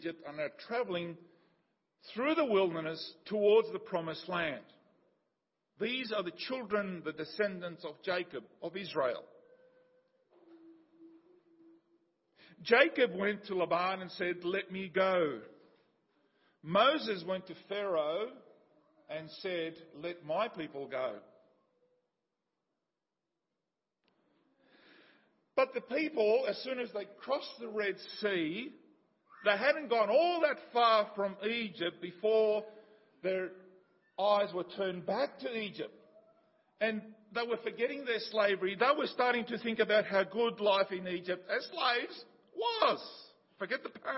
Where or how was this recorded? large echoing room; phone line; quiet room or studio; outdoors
large echoing room